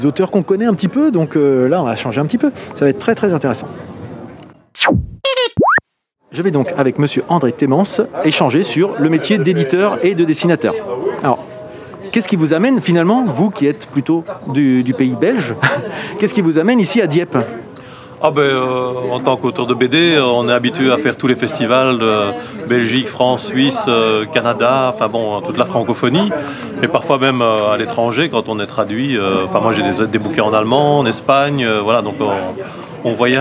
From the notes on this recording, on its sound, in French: L'EntrePod se balade au 19e festival BD de Dieppe 2021. Nous n’avions pas de stand et je suis donc allé réaliser une épisode de « L’EntrePod de balade » en configuration nomade, prêt à dégainer le micro selon les opportunités !